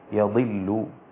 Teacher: قرأ شعب بفتح الياء وكسر الضاد فتصبح يضل هكذا